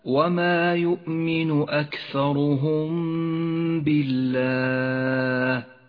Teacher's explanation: تخفى الميم بالباء مع بقاء غنة للميم زمنها حركتان، ولكن لا تجافي بين الشفتين عند نطق الميم ولا تضغط عليهما بل توسط في ذلك. · Term: الإخفاء الشفوي